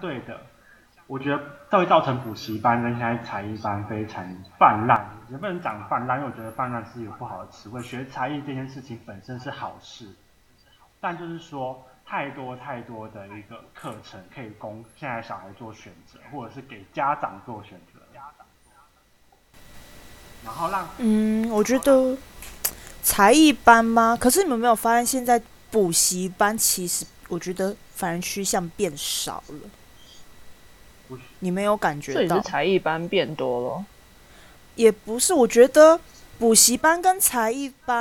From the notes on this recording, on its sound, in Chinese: YC的環境把我倆聲音重複錄音。